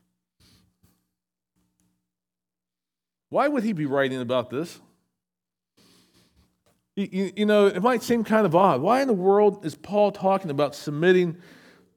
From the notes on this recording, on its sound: SVBC Morning Service. Recorded at Shenandoah Valley Baptist Church on Oct 01, 2023.